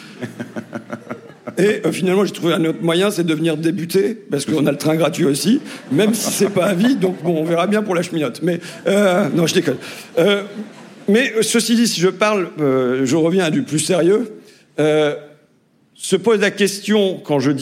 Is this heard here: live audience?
yes